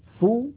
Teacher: لا يخرج مع هذه الفاء غنة، يعني لا نقول أنفو فو عندما ننطق الفاء لا ننطق معها غنة بل تبقى الغنة محصورة في الحرف الأول وهو النون · Term: إخفاء النون